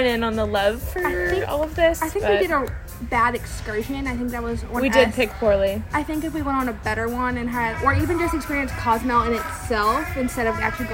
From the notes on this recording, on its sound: Live from the Ship.